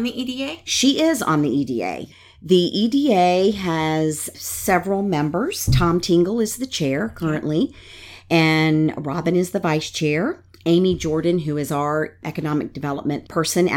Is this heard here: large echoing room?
no